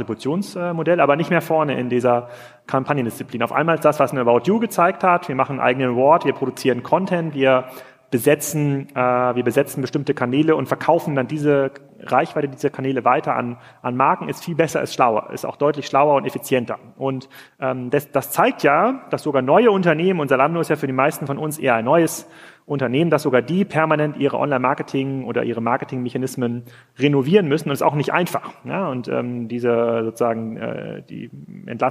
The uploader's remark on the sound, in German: live vom POL